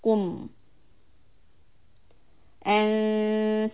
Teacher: Ku, rounded mouth, lips out, and mim, the lips are back flat.